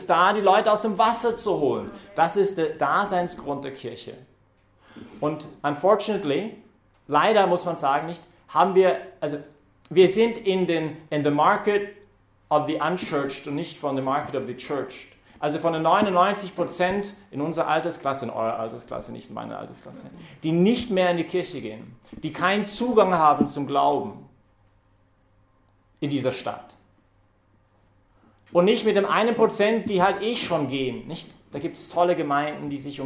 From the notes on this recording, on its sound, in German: hat diese Predigt während der Young Professionals Messe im Zentrum Johannes Paul II.